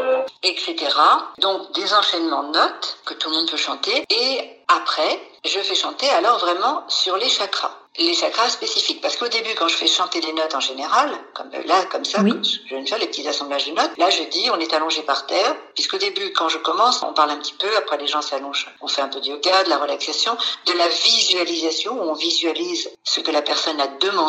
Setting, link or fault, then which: link, phone line